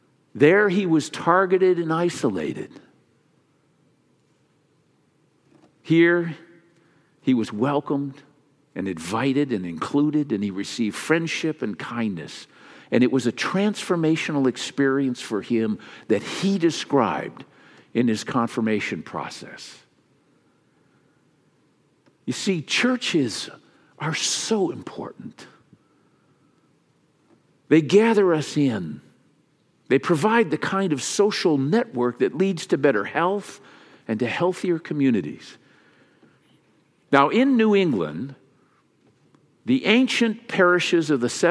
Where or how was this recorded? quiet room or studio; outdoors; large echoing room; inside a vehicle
large echoing room